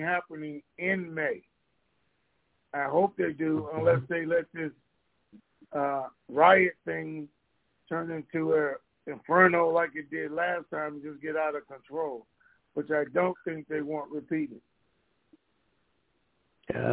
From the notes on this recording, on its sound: TNTSuperfantastic Conference Call